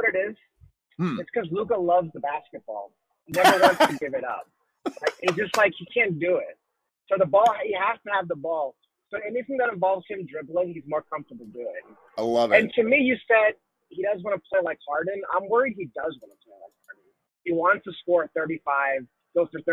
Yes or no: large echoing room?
no